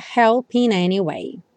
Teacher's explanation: Aqui o help juntou com in, até por conta da métrica da música